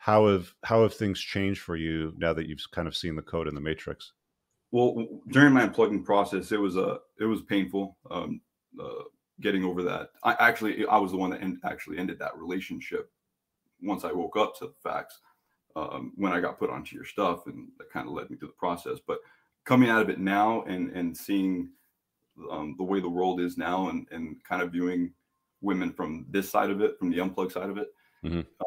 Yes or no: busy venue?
no